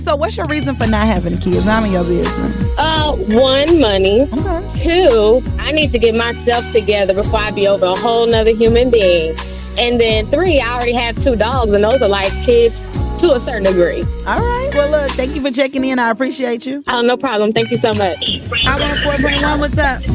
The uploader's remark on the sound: Listeners call in and share their experience as a parent....